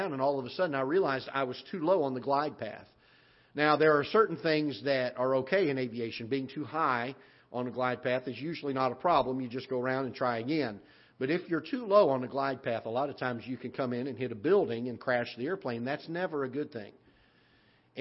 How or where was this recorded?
large echoing room